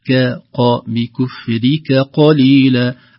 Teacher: تحتاج إلى عناية سبب تقارب مخرج الكاف والقاف